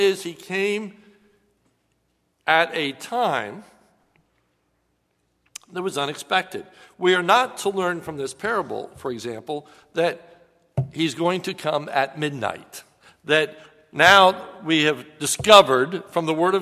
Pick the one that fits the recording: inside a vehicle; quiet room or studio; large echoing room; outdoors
large echoing room